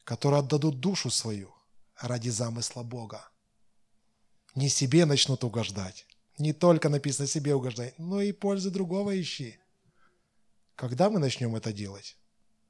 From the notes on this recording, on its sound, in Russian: Запись воскресного служения Церкви в Евпатории.